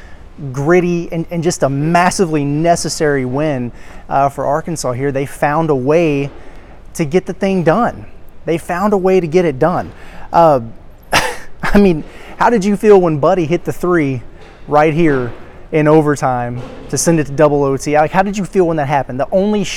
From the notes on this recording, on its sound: Live reaction and takeaways from the Imperial Ballroom at Paradise Island. At the Battle 4 Atlantis.